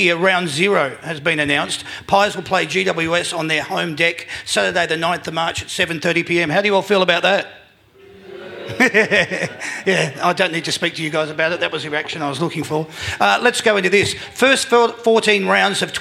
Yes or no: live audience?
yes